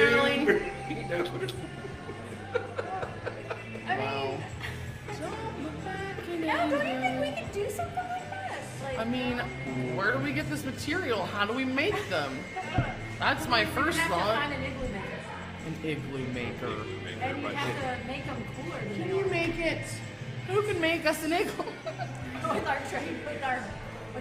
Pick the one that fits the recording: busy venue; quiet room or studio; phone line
busy venue